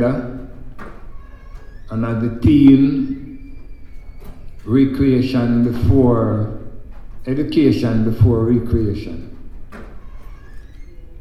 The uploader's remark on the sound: Recorded at the Kaya Fest in San Bernardino, CA.